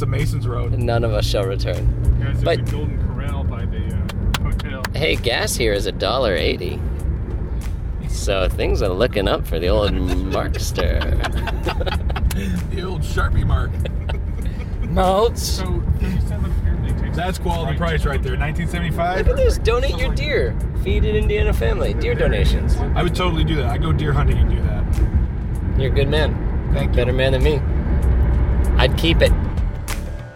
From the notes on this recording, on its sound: The Bloomington Krampusnacht had lots to offer the boys of Blurry Photos as they road tripped to Indiana for some on-the-go reporting. The audio, much like the conversation, is questionable. There’s live reporting from the front lines of the parade.